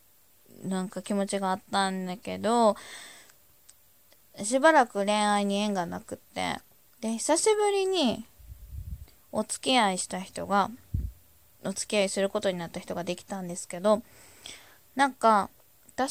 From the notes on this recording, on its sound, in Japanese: ひとり語り。雑音あり #音量注意。